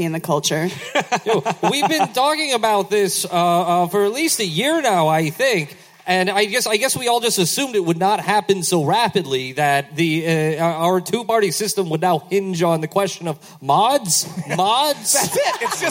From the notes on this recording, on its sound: Live At DC's 9:30 Club. We had a magical evening in DC.